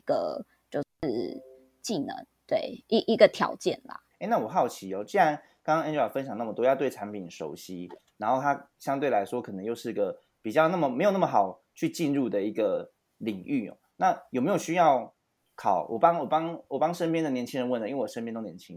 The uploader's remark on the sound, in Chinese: 本次線上錄音遇到麥克風問題，影響收聽體驗還請包涵